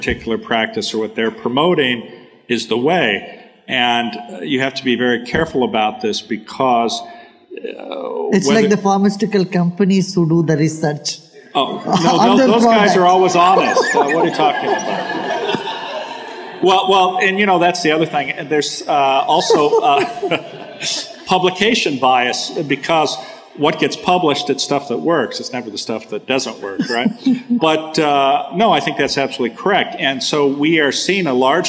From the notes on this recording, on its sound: he takes questions from the audience